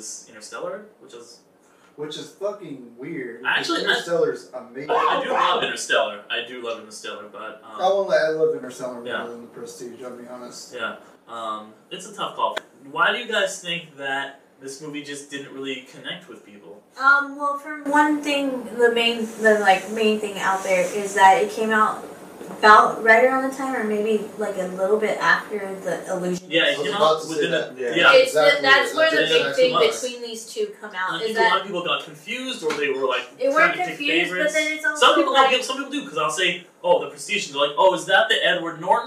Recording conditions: poor microphone